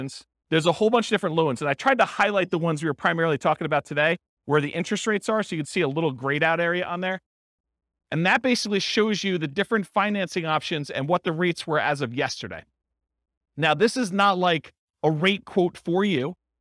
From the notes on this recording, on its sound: This was a live class recorded